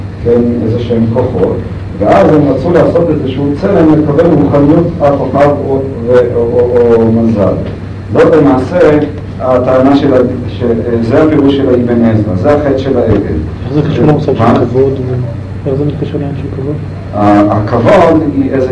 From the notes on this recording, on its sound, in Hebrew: ההקלטה באיכות נמוכה.